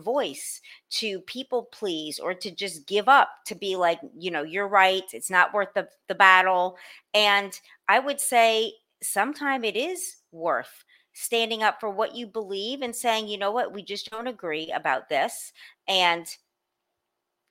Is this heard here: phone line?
no